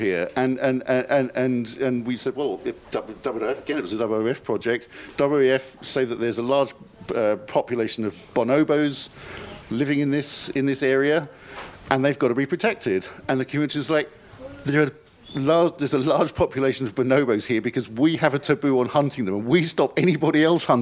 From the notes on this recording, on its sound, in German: Panel zur Tagung «Vom Aussterben bedroht?